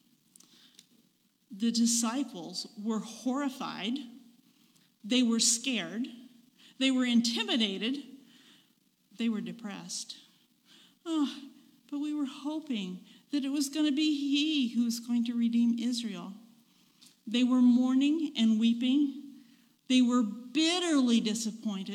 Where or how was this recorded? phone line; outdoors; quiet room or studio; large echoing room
large echoing room